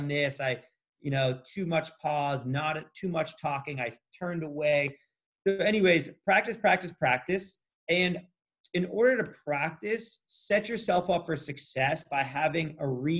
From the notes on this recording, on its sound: This episode was recorded via ZOOM during COVID-19 lockdown. We have tried to improve the sound as much as possible.